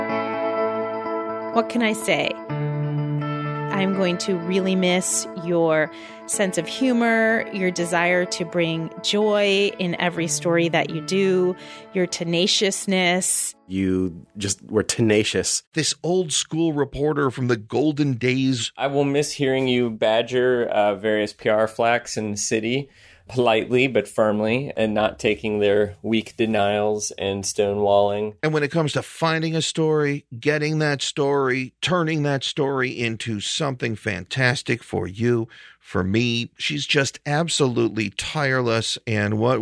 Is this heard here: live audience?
no